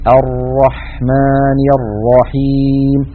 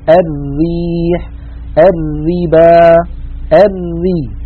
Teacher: صفة التكرير الموجودة في الراء كما ذكرت هي يعني رجفان بسيط في طرف اللسان بسبب ضيق المخرج